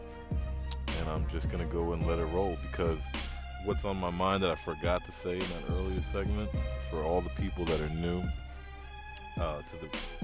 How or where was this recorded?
inside a vehicle